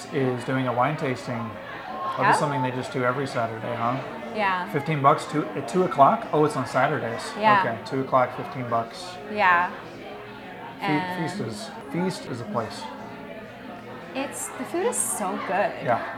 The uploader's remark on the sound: This week we report live from the Foodie 500 mixer